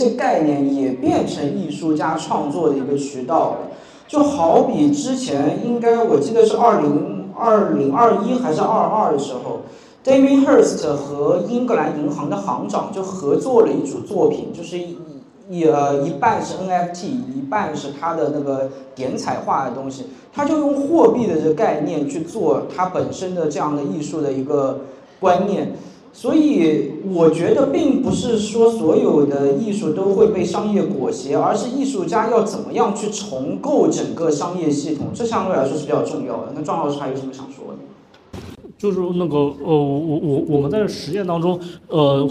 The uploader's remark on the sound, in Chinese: 现场实录